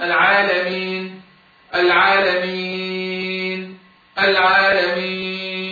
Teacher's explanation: يعني اثنين بالسكون أربعة بالسكون ستة بالسكون · Term: ثلاثة السكون